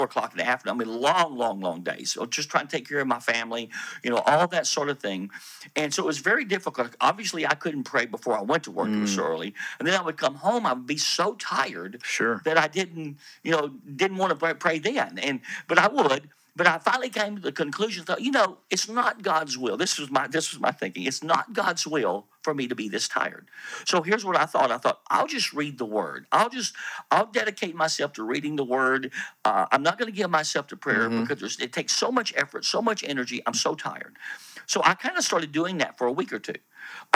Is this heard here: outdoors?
no